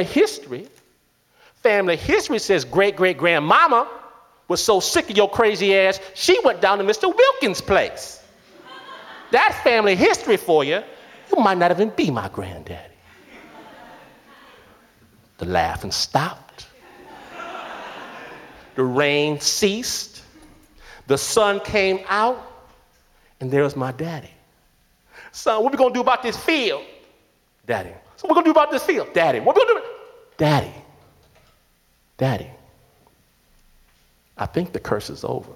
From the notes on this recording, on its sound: To the stage for our first ever LIVE show! Rock San Francisco’s Brava Theatre.